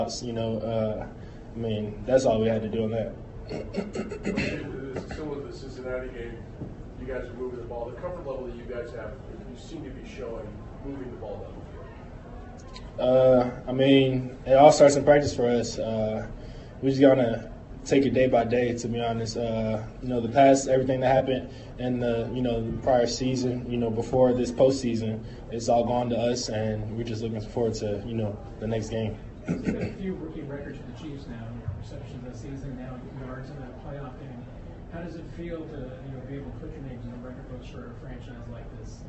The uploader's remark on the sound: press conferences and locker room audio from Arrowhead